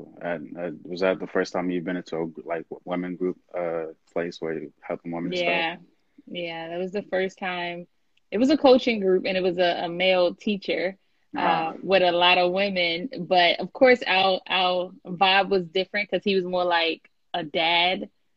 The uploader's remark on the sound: I had to share this live from IG.